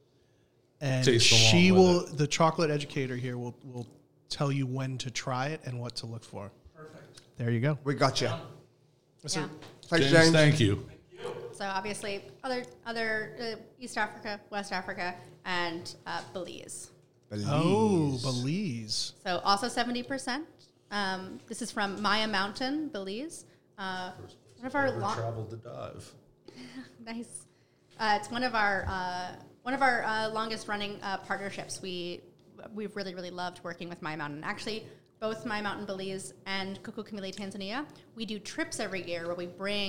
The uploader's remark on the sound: at the New York City Coffee Festival